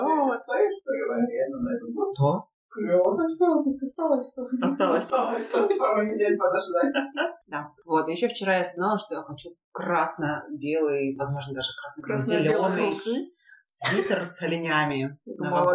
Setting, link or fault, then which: fault, poor sound quality